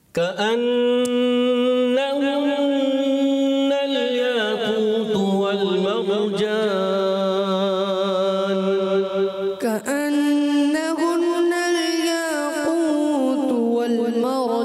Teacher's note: دو غنے نون مشدد میں پہلا اور پھر دوبارہ، تو غنوں کی ادائیگی بھی پوری کرنی ہے، اس چیز کا بھی خیال رکھنا.